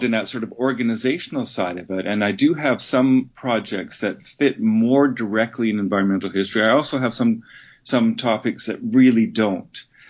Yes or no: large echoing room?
no